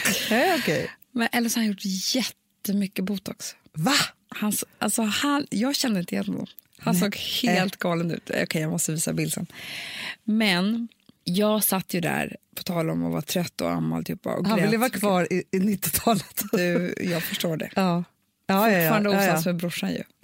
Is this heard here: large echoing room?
no